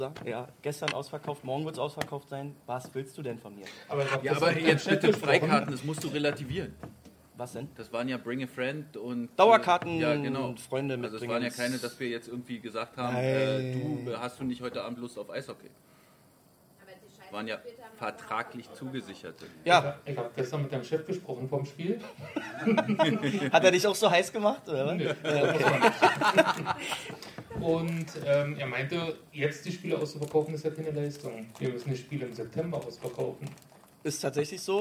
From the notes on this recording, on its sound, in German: Der Live-Livepodcast. Es hatten sich auch ein paar Zuschauer, pardon, Live-Livezuhörer im Pressekonferenzraum der Mercedes-Benz Arena versammelt.